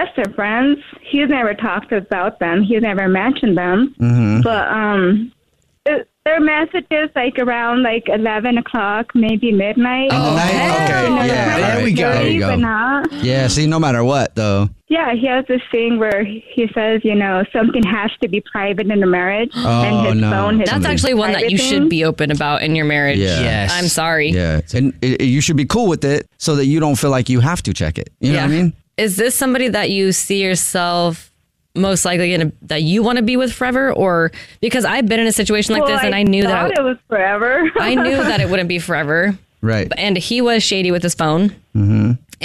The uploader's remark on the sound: Today there is a caller on the phone